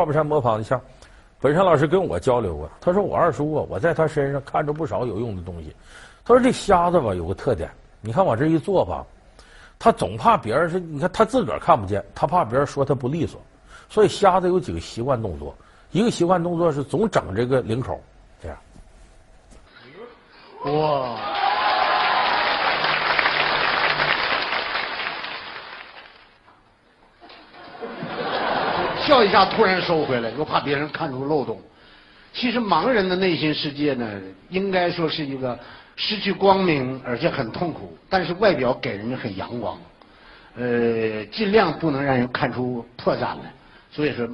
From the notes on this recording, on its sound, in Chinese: 還有聽故事的觀眾。